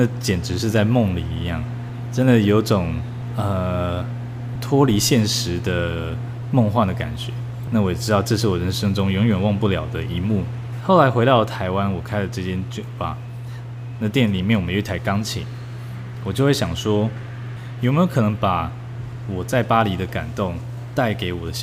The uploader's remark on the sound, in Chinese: 因在店面實地錄音，有環境噪音，敬請見諒